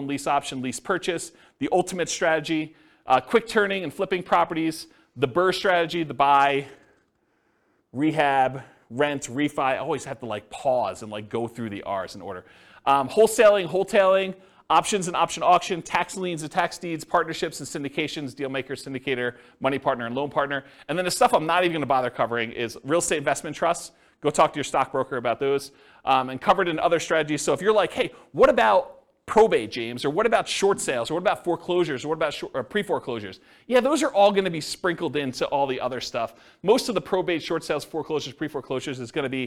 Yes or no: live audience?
yes